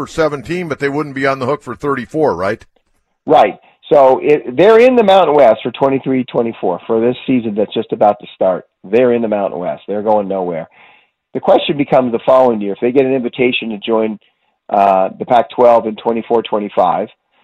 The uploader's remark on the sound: takes phone calls